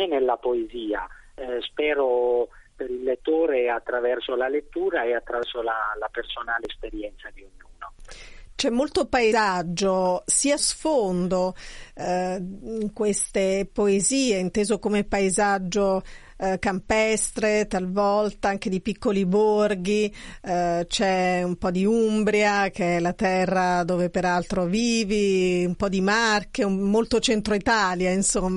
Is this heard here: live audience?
no